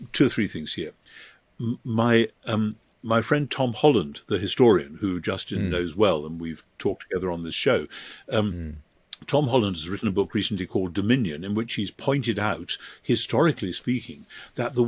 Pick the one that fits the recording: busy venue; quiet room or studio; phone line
quiet room or studio